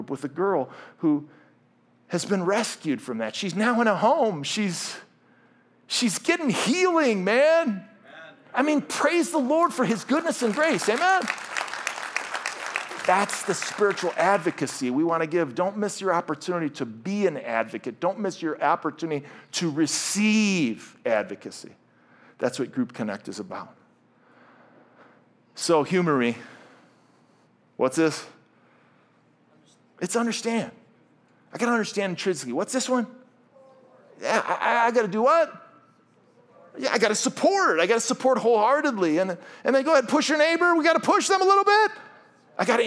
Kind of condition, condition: setting, large echoing room